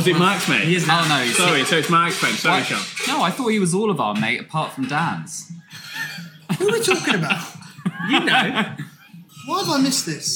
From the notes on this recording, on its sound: we recorded this extra special episode back in the pub!